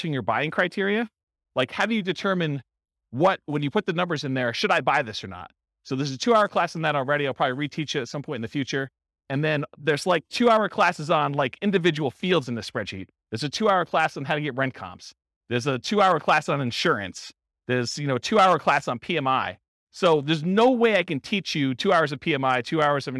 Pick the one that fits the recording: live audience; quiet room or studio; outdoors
live audience